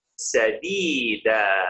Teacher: He didn't pronounce it as sadidan. He pronounced it as sadida.